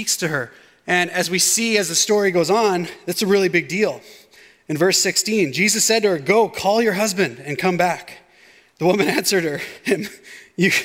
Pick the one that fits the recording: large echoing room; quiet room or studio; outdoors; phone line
large echoing room